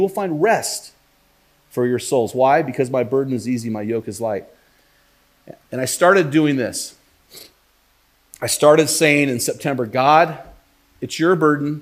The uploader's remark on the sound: While preaching at Yamhill Christian Church in this bonus audio-only episode.